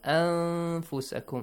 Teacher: Yes, you have to hide the noon sound.